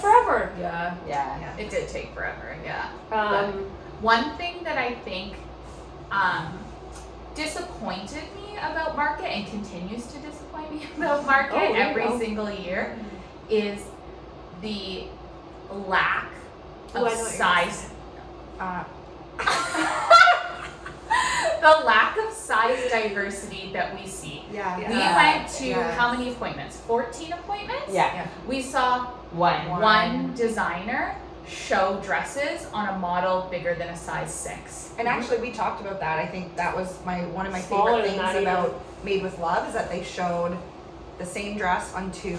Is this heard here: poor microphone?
yes